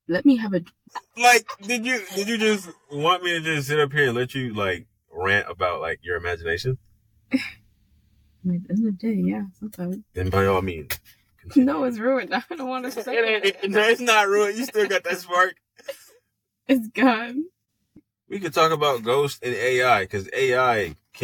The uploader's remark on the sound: All the way from a ghost forcing us to record away from the house and back into the car. (The ghost cursed our audio in this episode).